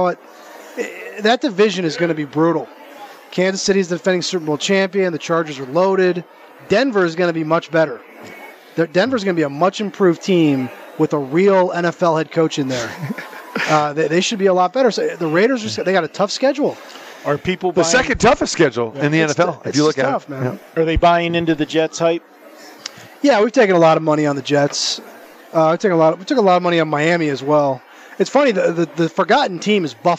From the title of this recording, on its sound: Live from the Super Book at the Westgate Las Vegas